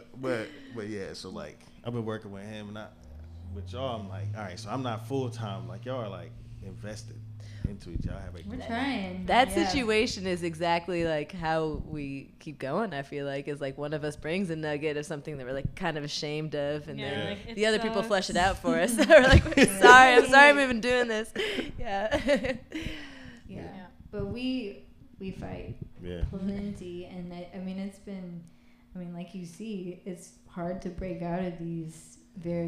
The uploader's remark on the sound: Live at The Woodshop